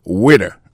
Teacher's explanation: accent tombé sous premier syllabe